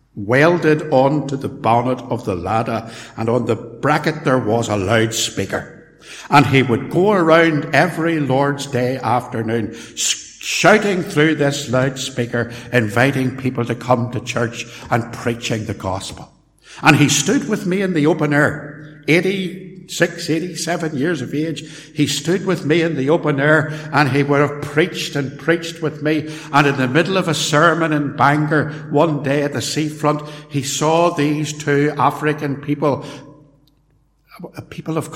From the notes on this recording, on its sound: In this portion of a sermon preached at Templepatrick Reformed Church